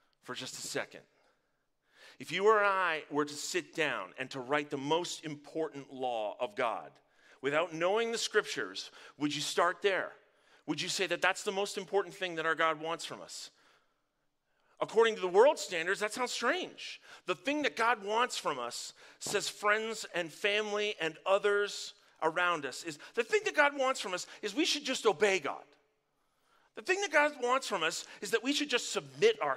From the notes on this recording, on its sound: Live from our Dripping Springs Campus!